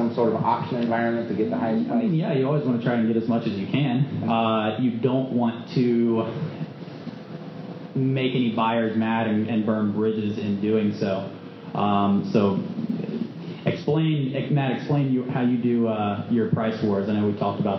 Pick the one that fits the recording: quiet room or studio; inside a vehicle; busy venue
busy venue